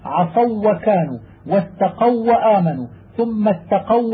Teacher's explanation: منه. وإذا سكنت الواو المفتوح ما قبلها وأتت بعدها واو أخرى وجب الإضغام وإظهار التشديد البين لاجتماع مثلين والأول منهما ساكن